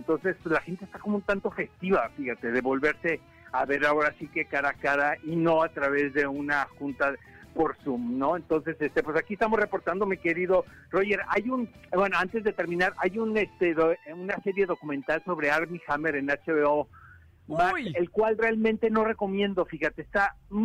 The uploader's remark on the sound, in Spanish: se enlaza con nosotros